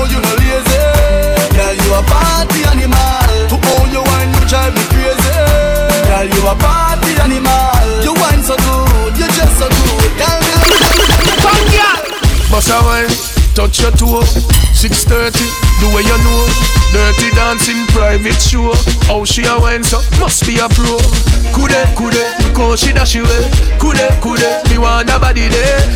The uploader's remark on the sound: Live at The Manhattan.